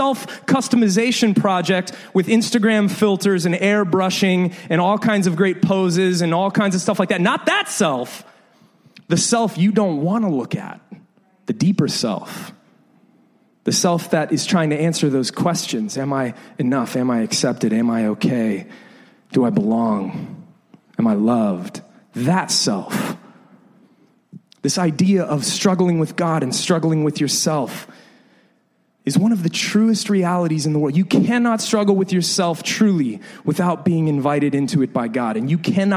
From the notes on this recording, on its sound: This is the second in a series of sermons we recorded a few years ago. Preached several years ago at LIFE Church in Bexley, Ohio.